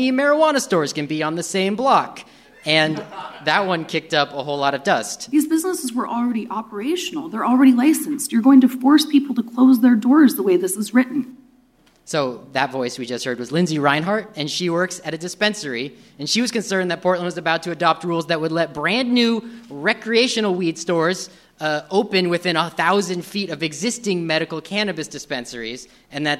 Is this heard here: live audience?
yes